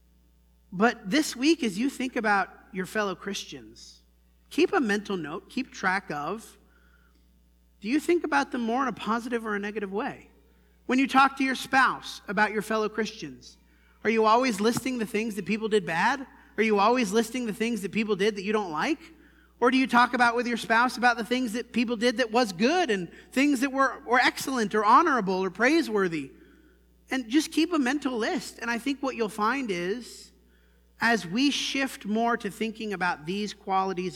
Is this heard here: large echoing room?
yes